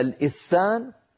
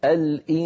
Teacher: مع بقاء الغنة في الحرف الأول هذه العبارة بينت، لأن النون أخفيت عند السين بعدها وليس في السين. يعني لما أنطق أنا السين لا يصل إليها صوت الغنة الذي كان قبلها · Shown in: second take · انظروا الإنسان الآن أنا أنطق غنة من الخيشوم، ولكن فمي موضوع على مخرج السين من غير ضغط. · Term: الإخفاء